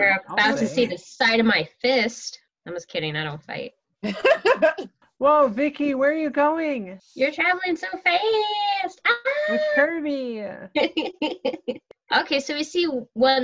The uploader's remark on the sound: From the relative safety of our own homes via Zoom.